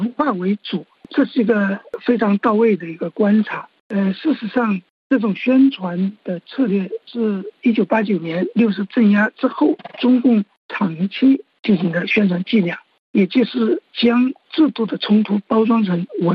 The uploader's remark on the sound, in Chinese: 现旅居德国的时评家。接受本台电话采访。